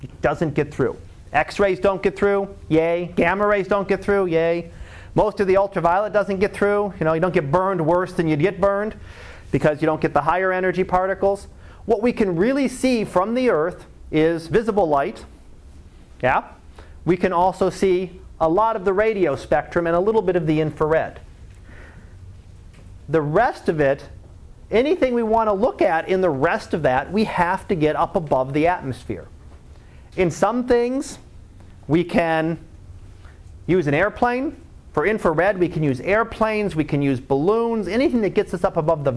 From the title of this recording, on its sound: Live Class Lecture